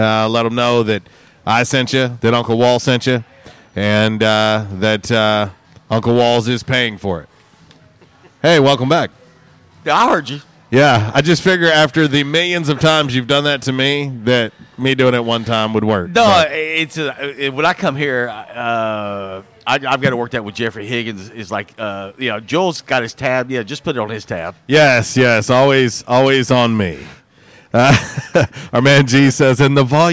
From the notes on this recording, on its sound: Downtown Jonesboro BBQ & Music Festival, LIVE from J'Town's Grill. RWRC Radio on 95.3 The Ticket/AM-970, Ritter Communications Tubetown 21!